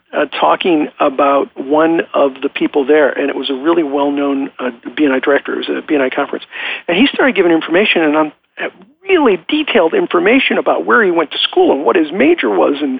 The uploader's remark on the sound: I am coming to you from Live Oak Recording Studio in Berkeley, CA. I am joined on the phone today.